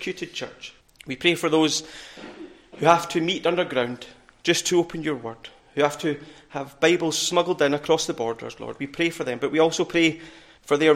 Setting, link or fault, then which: setting, large echoing room